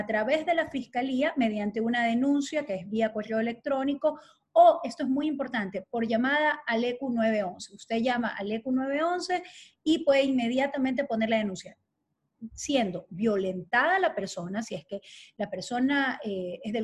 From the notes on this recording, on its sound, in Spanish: se realizó a través de la plataforma ZOOM